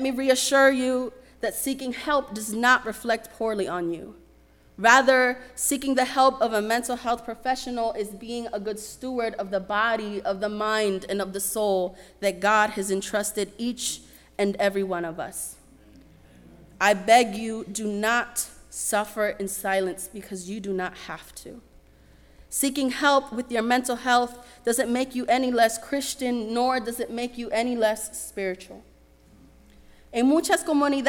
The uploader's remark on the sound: Sermon preached at RCHP on June 25, 2023.